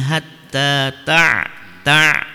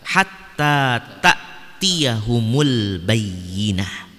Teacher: Bukan ain, tapi di sini adalah hamzah · Shown in: second take